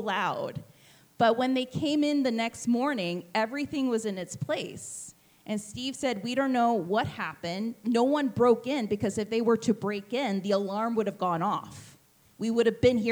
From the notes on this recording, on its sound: Live recording of our May 20th live show. Live from The Heritage Square Museum.